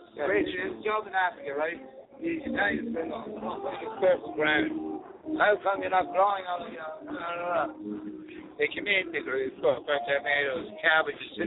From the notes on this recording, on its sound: Broadcasting live from the Old Towne Pub in Pasadena!